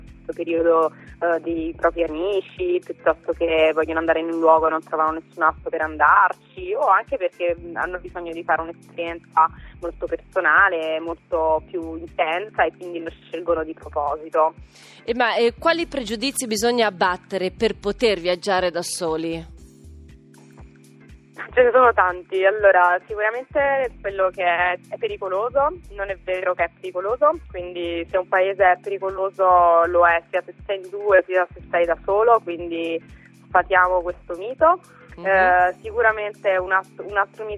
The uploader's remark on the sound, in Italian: Al Telefono